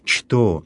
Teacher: местоимение «что» в церковнославянском языке читается так, как оно пишется, то есть именно буква «ч» произносится на первом месте